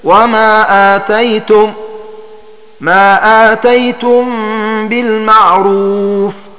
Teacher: والمعنى قرأ ابن كثير وما أتيتم من ربا في الروم إذا سلمتم ما أتيتم بالمعروف في هذه السورة بقصر الهمزة فيهما، والمراد بالقصر حذف الألف بعدها. وقرأ غيره بالمد أي بإثبات حرف المد أي الألف بعد الهمزة في الموضعين